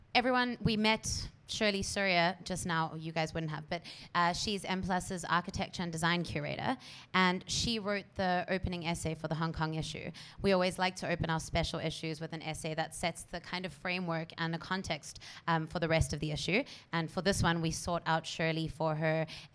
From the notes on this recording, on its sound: Recorded before a live audience at the Lasvit Lounge.